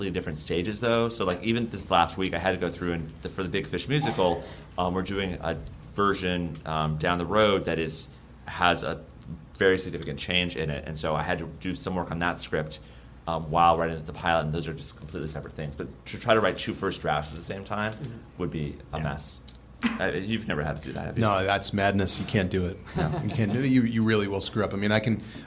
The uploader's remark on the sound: take questions from the audience